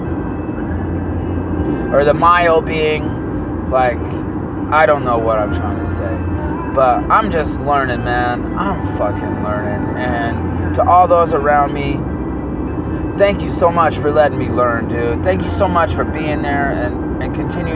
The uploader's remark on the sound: Please excuse the road noise.